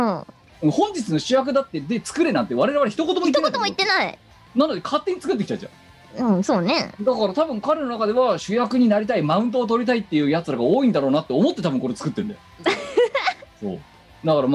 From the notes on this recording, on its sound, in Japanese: 本番組はリモート収録です。収録時環境の影響により、聴き取り辛い部分があります。